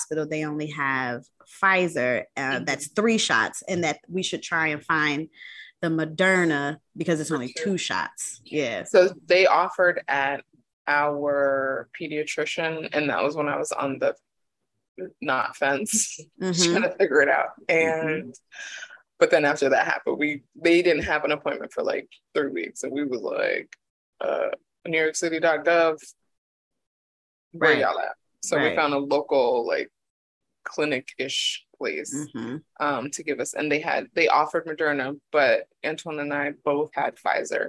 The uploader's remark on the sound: we test out Zoom podcasting for the first time